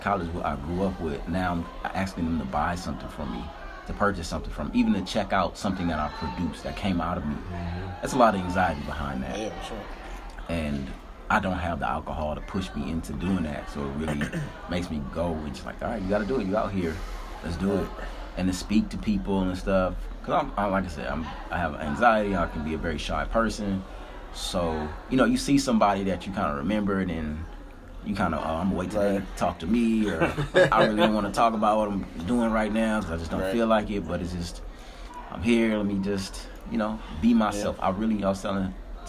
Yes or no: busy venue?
yes